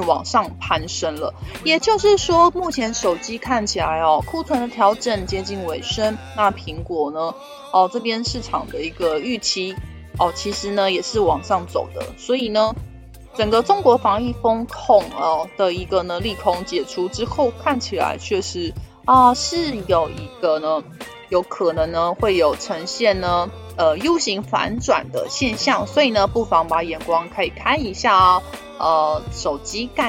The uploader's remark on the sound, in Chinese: 本集有些許雜音，已亟力避免，如有察覺請多多包涵